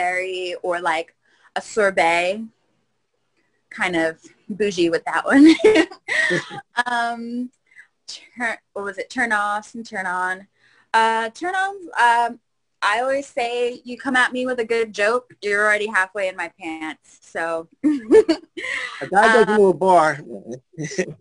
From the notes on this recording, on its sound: appeared on our Zoom Show on 10/11/2020